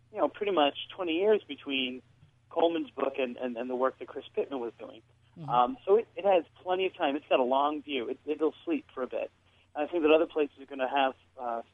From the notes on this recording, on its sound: Joins us on the phone as we conduct our annual look into the Bridgewater Triangle, with numerous paranormal groups and investigators positioned out in the field and checking in with us periodically.